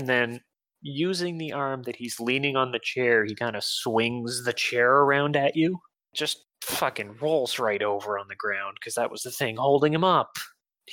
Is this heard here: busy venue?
no